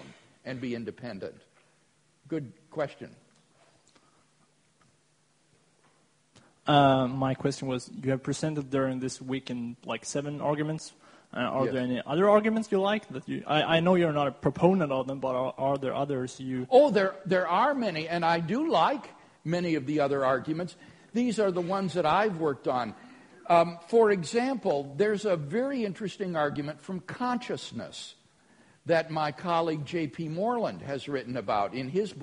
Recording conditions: live audience